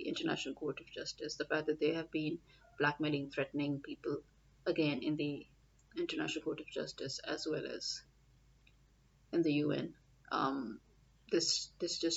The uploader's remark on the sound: Ignore the background sounds, had to do a quick podcast and my normally good noise cancellation somehow wasn't working.